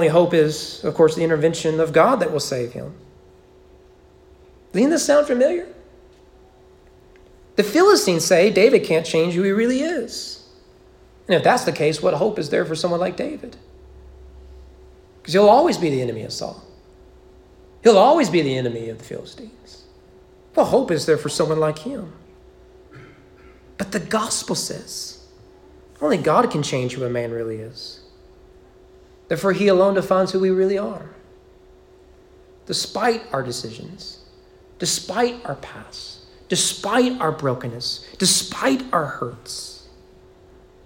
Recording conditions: large echoing room